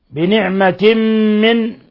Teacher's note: تنوين كسر جاء بعده الميم إضغام بغنة